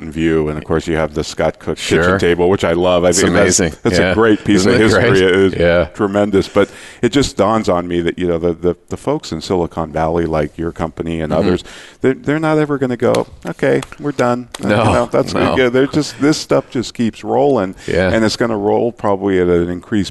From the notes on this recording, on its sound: Live Broadcast at the The IPBC IGNITE Conference.